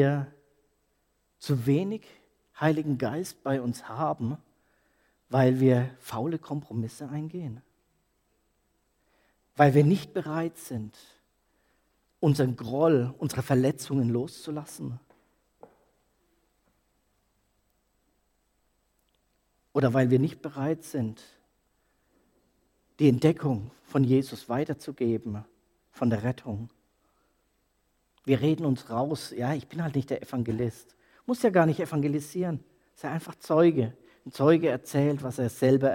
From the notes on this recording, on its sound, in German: Predigt aus der Freien Christengemeinde Nürnberg K.d.ö.R. Ernst-Sachs-Str.